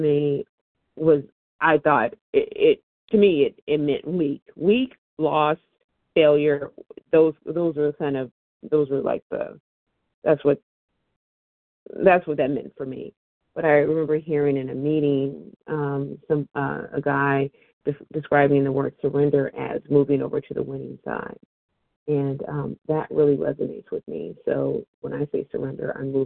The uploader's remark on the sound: 100 Pounders Phone Meeting